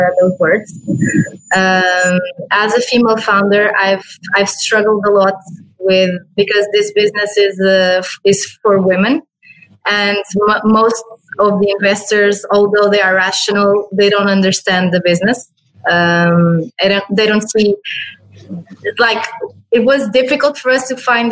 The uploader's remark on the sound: This episode was first recorded as a webinar in April 2020 and converted to a podcast.